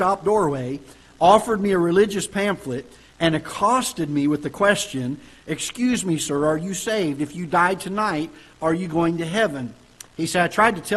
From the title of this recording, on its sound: Ketha Heights Baptist Church ~ Live Broadcast